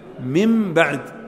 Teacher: تبدل الميم من النون الساكنة قبل الباء، وهذا يعرف في التجويد بالإقلاب